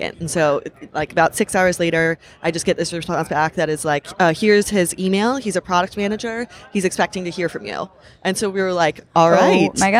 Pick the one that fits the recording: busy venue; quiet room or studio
busy venue